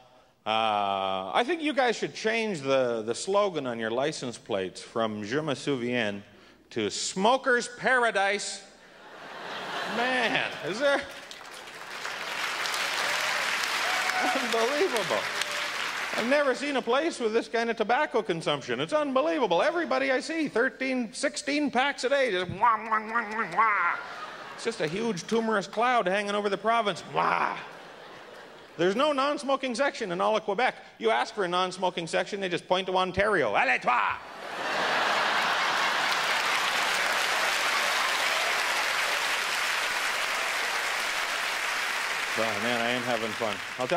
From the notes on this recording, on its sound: performed at the 1998 Just for Laughs Festival in Montreal!